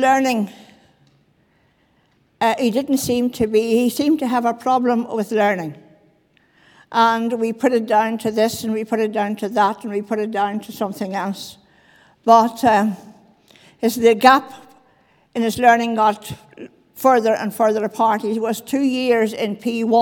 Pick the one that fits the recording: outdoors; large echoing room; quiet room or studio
large echoing room